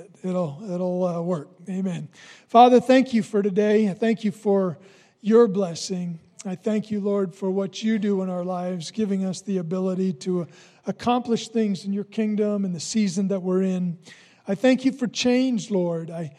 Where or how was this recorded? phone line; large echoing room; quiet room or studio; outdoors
large echoing room